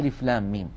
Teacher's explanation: لام آخرها ميم ساكنة وميم أولها ميم مكسورة، فندغم الميم الساكنة في الميم المتحركة · Term: مد لازم حرفي